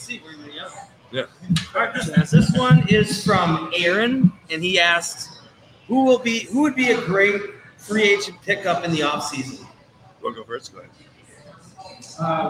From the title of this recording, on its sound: Live Q And A At Thirsty Pups Wolves Watch Party From Park Tavern